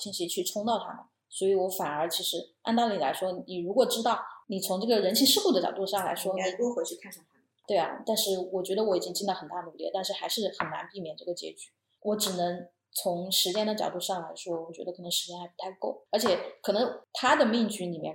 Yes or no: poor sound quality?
yes